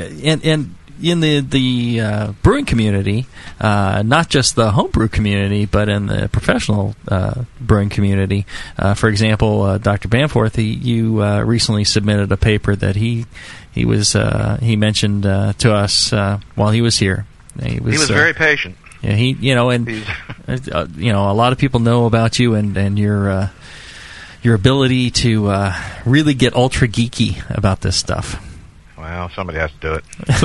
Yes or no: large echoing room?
no